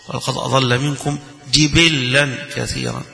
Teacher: بالكسر للجيم وللباء وباللام المشددة المنصوبة